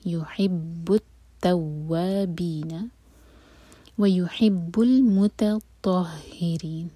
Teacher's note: تا لائٹ، تو ہیوی، اور تو کو ہا سے جوڑیں گے، ہا کو اسٹرانگ کریں گے